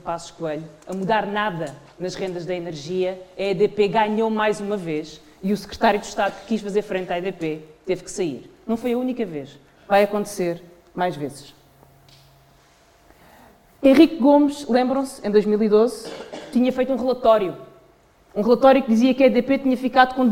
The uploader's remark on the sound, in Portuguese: Numa sessão pública realizada no Porto a 9 de dezembro de 2023